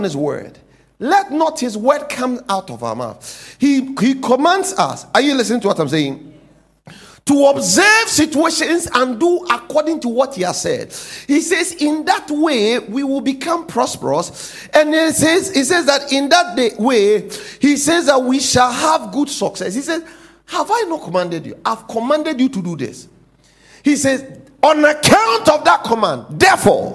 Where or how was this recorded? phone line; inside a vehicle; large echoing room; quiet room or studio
large echoing room